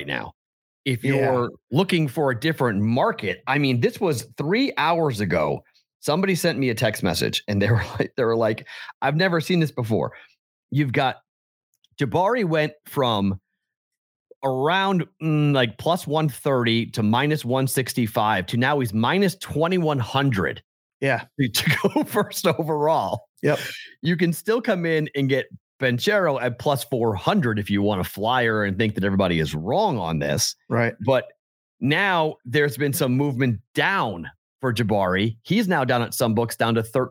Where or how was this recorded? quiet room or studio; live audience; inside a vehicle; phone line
quiet room or studio